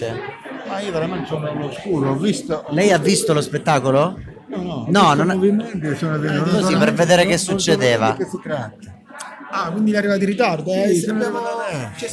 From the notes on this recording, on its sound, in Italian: Open mic post spettacolo.